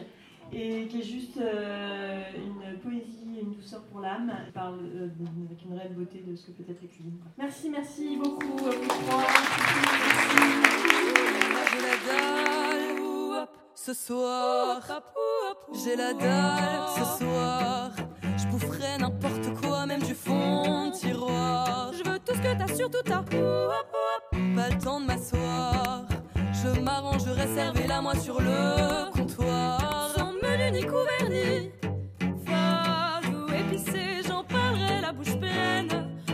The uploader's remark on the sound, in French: DTO a emmené son micro en terres rennaises à l'occasion de la 2ème édition du festival de littérature féministe Dangereuses Lectrices